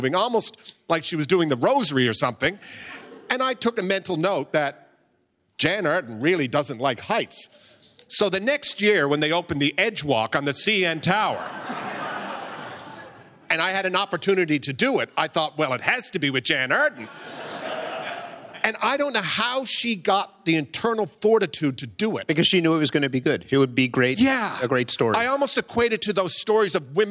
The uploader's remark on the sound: At a live event in Toronto last week